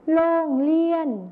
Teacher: ในภาษาไทยมาตรฐานนะครับจะใช้รอเรือนั่นเองส่วนในภาษาถิ่นอีสานจะใช้รอลิงนั่นเองครับ